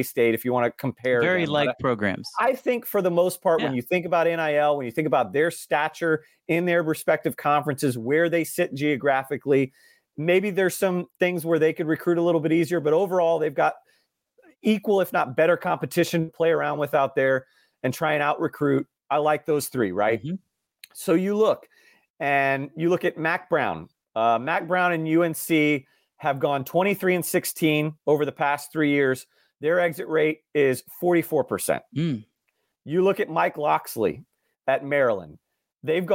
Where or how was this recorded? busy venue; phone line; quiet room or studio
quiet room or studio